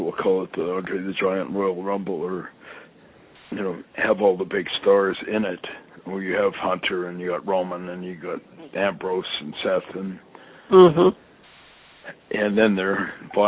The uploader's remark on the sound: I sit down on the phone with my friend